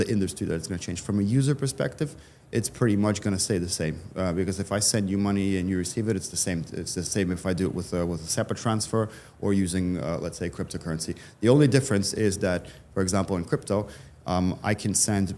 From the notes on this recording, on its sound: LIVE FROM MONEY 20/20 EUROPE. Taped at Money 20/20 Europe in Amsterdam.